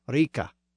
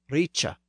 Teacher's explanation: that K sound softened to a CH sound in the South, and the word became richa in Old English